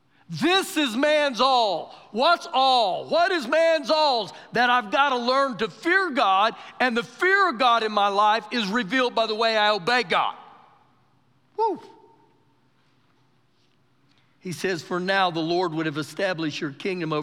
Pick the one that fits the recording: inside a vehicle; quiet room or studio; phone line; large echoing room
large echoing room